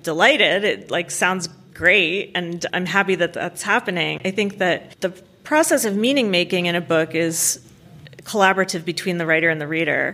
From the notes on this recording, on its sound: This episode was recorded before a live audience. At Cleveland Public Library as part of Literary Cleveland’s Inkubator writing conference.